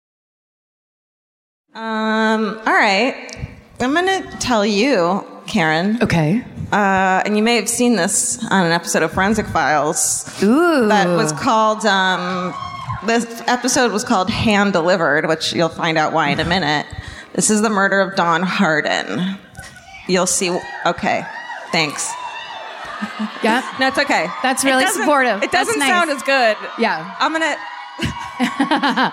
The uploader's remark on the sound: Live at the Civic Theatre in San Diego, CA